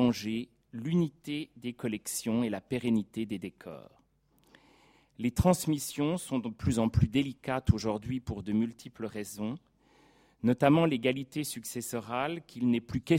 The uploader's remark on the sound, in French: Professeur d’histoire contemporaine à l’université Paris-Sorbonne, enregistrée le 29 janvier 2016 dans le cadre du colloque « Mobiliers, ensembles, décors.